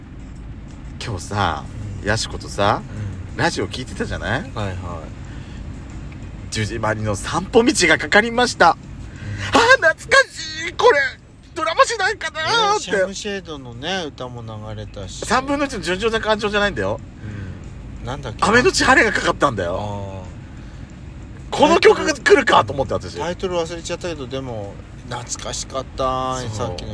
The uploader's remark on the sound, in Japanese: パーキング収録